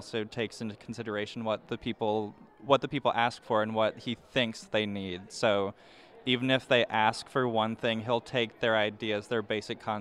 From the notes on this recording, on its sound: Live from the 5th annual Ameripolitan Awards